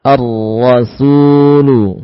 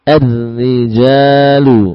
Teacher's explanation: kalau tadi tebal ar-rasul, ar-rijal ra-nya tipis